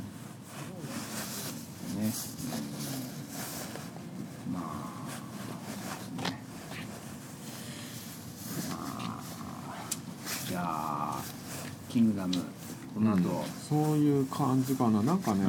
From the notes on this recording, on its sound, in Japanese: 収録時は金沢でキングダム展やってたんですが。今回も雑音多くてすみません。